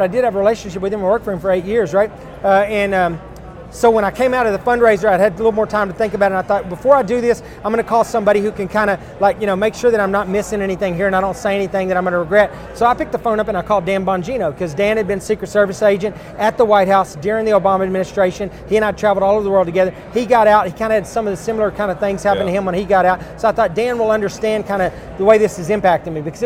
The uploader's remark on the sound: This episode was recorded at CPAC Texas.